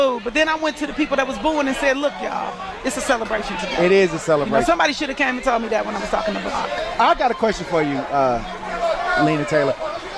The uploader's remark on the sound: LIVE from Juneteenth 2021.